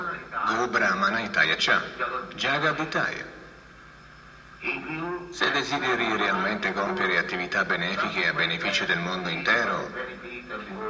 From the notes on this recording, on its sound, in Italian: in diretta dal Tempio di Villa Vrindavana